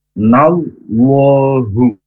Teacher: Allahnya tetap dibaca panjang tapi O · Term: tafkhim